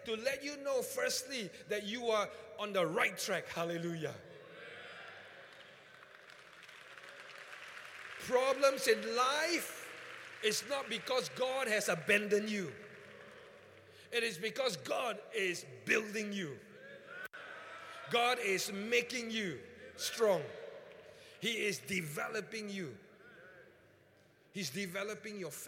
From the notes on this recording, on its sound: Encounter Service. Preached at the Qodesh.